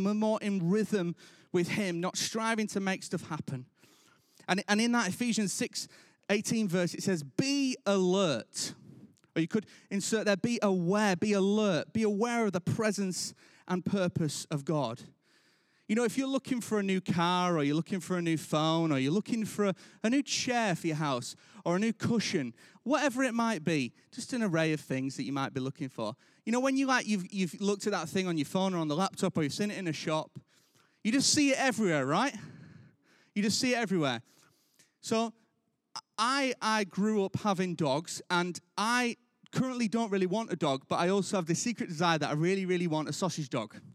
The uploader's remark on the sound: Recorded live at Life Church Lancashire